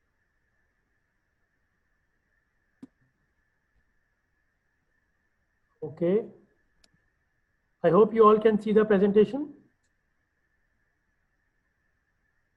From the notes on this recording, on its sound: IFA Global's recorded webinar